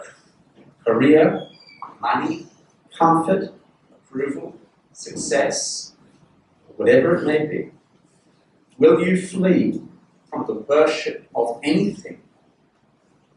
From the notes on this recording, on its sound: This sermon was preached at Covenant Grace Church, Penang on 15th May 2022.